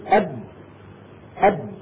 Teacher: لما نقول أب أب فتصطدم الشفة العليا مع الشفة السفلى وينقفل المخرج انقفالا تاما